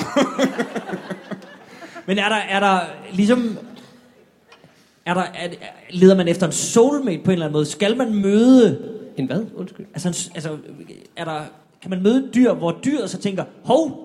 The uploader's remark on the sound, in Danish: Skuespilhuset #ZCF LIVE